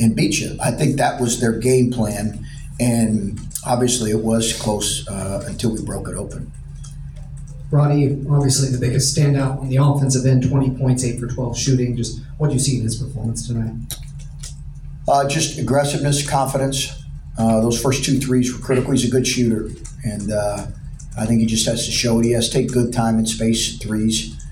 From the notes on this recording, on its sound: Throughout the year, Land-Grant Podcast Network will be bringing you uncut audio primarily from Ohio State press conferences, but also from individual interview sessions.